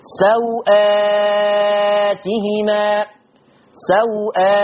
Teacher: انا ما مديتش الواو خالص · Term: قصر الواو